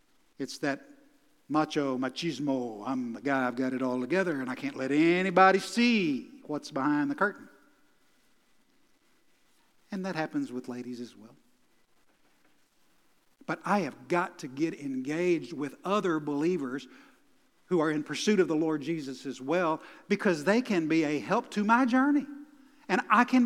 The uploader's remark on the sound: Recorded live at The Fellowship at Mt Juliet on September 19, 2021.